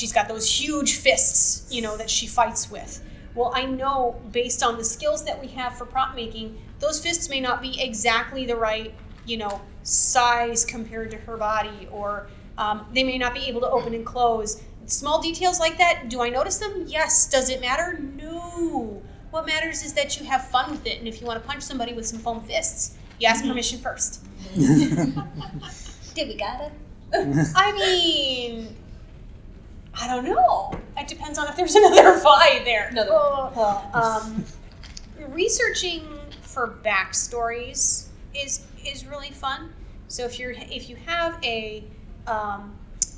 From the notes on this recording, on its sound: Recorded live WWWC11 at Casino Del Sol